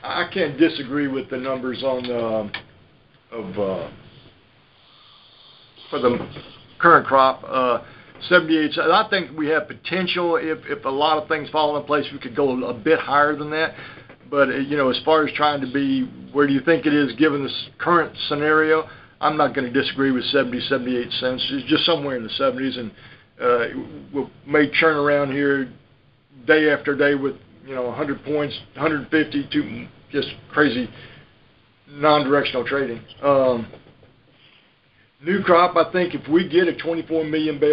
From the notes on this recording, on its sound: Monthly Conference Call On Cotton.